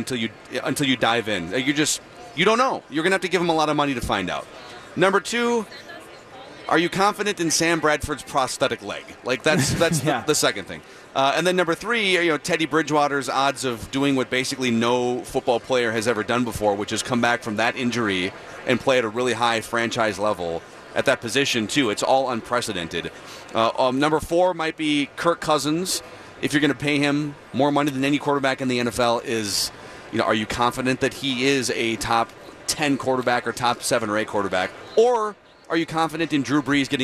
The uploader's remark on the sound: live from Radio Row all week